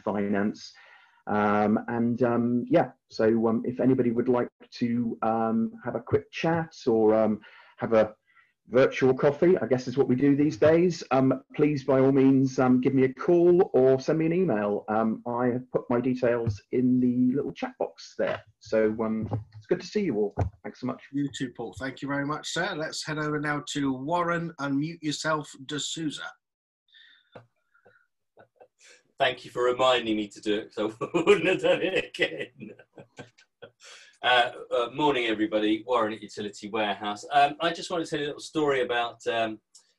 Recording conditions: video call